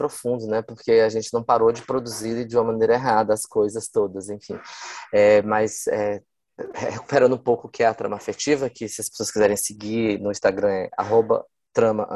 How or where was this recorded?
video call